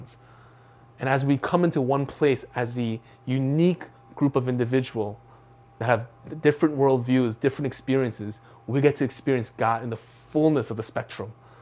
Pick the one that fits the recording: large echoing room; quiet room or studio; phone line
large echoing room